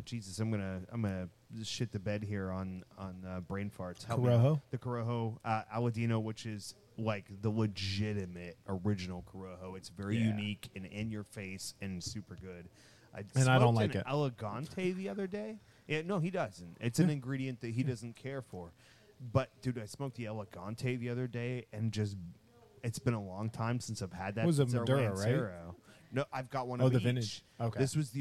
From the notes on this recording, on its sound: Broadcasting LIVE from Liberty Pole Distillery